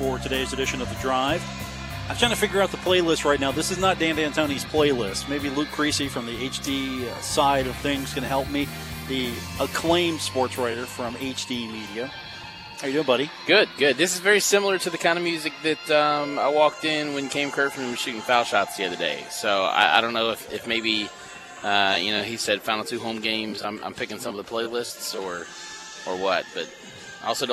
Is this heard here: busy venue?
yes